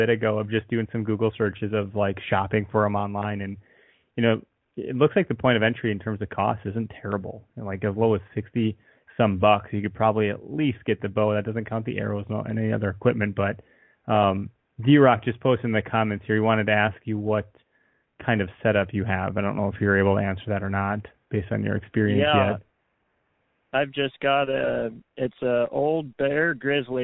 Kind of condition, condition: link, phone line